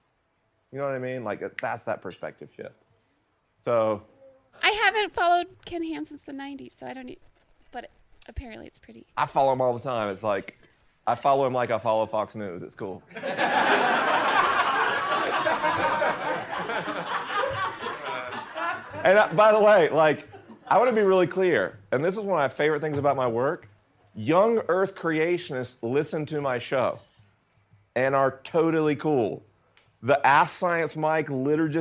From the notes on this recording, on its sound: LIVE in Denver, CO. This episode was recorded at St. Andrew UMC in Denver, CO with a live audience.